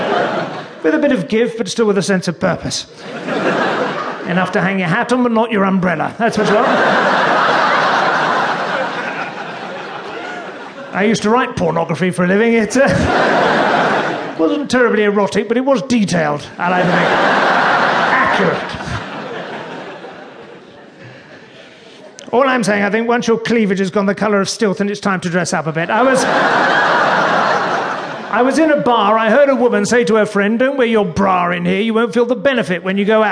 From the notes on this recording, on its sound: Live at the Theatre Royal. To the delight of a packed audience. Brings a little polish to the Theatre Royal Brighton.